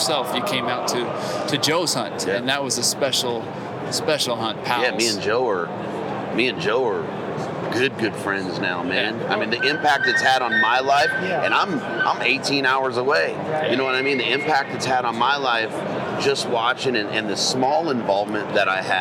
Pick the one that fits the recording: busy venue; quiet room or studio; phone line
busy venue